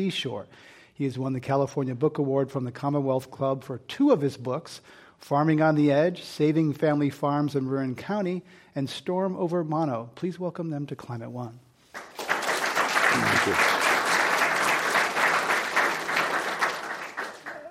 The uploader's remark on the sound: This program was recorded in front of a live audience at the Commonwealth Club of California on July 19, 2016